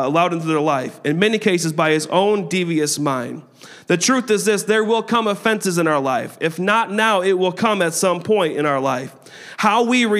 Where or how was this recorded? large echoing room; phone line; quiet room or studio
large echoing room